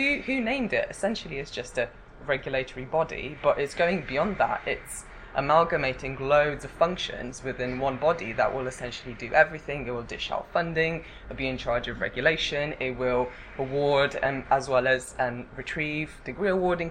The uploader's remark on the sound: speaks at the SRHE Higher Education Policy Network event